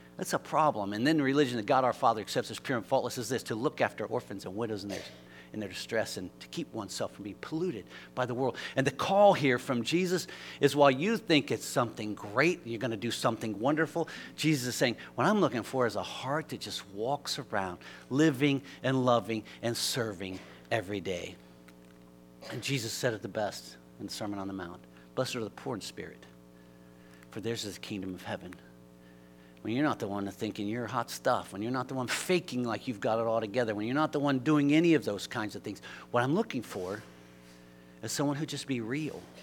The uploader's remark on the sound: LIVE Services at Sunshine